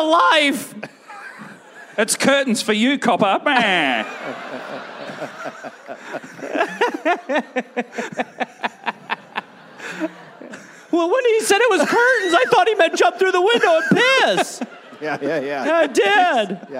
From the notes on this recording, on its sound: Recorded live in Brisbane.